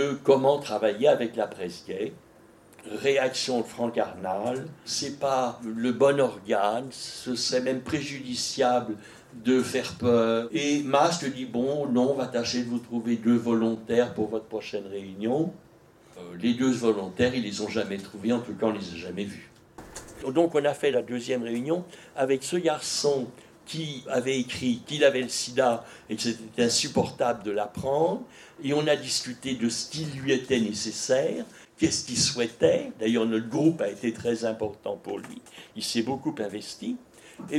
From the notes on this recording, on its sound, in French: Au centre LGBTQI de Paris Ile-de-France. Enregistrement réalisé en public au Centre LGBTQI Paris-Île de France.